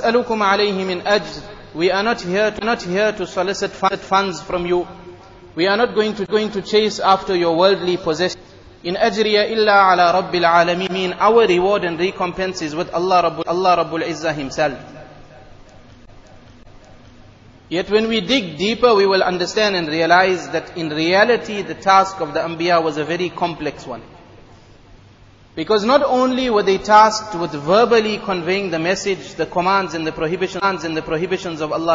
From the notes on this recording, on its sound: Jumuah lecture at Masjid e Noor.